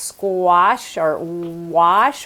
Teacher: the vowel in those words, the vowel in wash, had more lip rounding in colonial times. So it'd be more like squash or wash with a rounder lips.